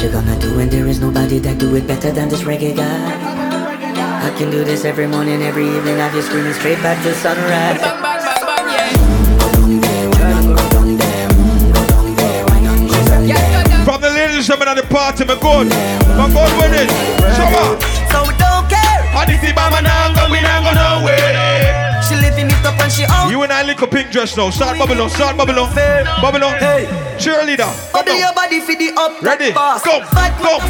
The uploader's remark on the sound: Live Audio recording from Island Saturdays on Saturday, October 29th